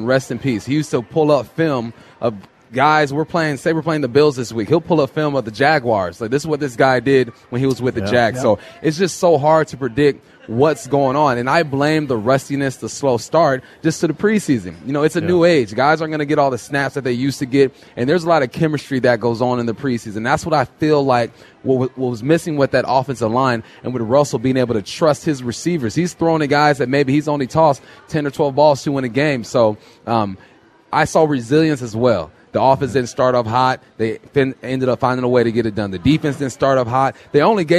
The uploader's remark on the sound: live at Snoqualmie Casino